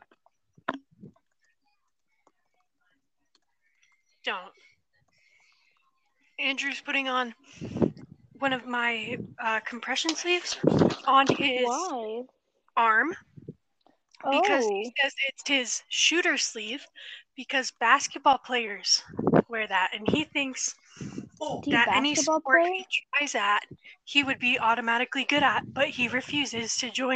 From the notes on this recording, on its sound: thats sounds so bad